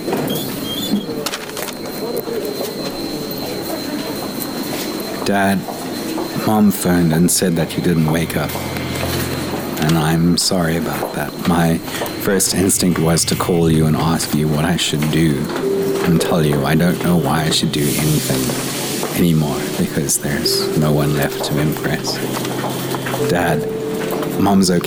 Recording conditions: sounds in the background